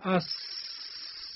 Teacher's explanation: مثلا این حرف سینو اس، همینطور کش میاد صداش، قطع نمیشه